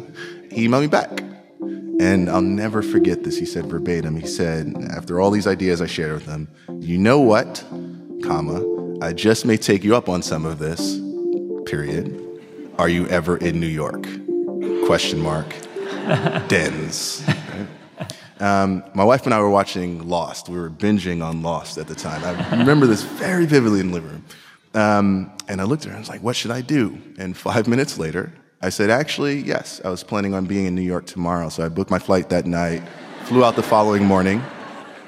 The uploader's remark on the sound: Live Episode!